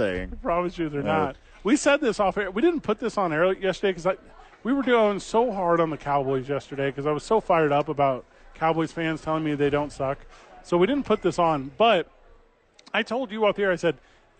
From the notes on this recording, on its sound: THE BOIS ARE LIVE AT SADIES!